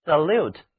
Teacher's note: 重音转移到了后面一个音节上